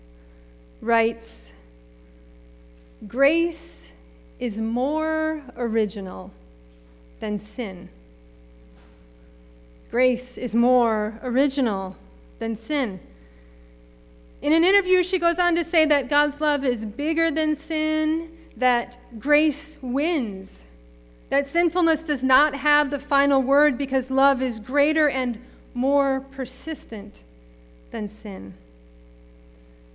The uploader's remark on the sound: Sermon preached at RCHP on April 3, 2022.